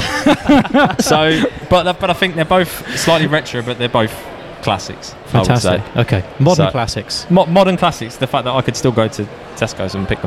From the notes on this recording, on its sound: We are LIVE from the Digital Accountancy Show 23 (DAS). We are LIVE from the Digital Accountancy Show 23 (DAS).